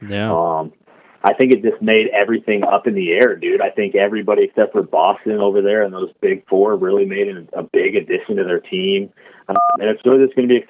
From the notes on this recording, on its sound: Brave the Pacific Northwest blizzards to join the podcast by phone.